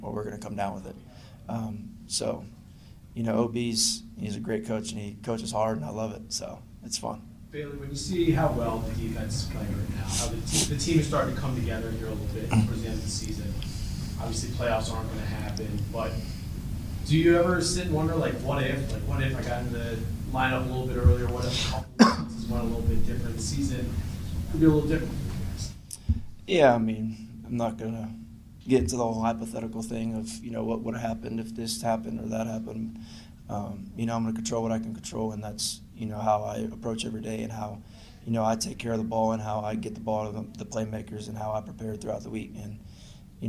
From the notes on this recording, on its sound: Addresses the media during his postgame press conference following New England's 26-23 win over the Denver Broncos.